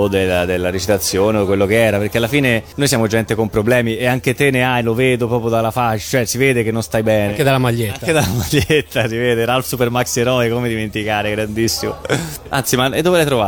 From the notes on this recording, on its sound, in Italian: Da Etna Comics 2016 la nostra intervista